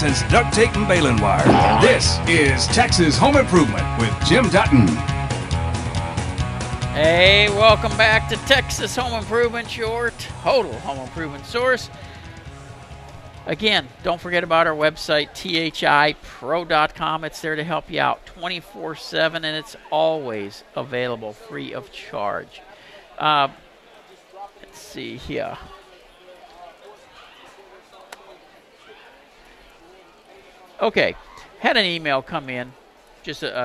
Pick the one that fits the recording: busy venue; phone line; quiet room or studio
busy venue